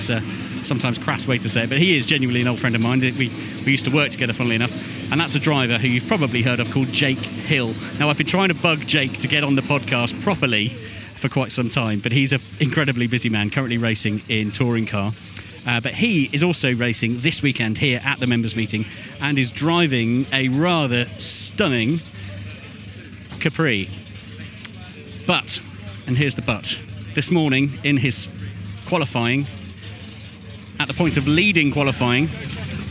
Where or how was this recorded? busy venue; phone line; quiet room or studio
busy venue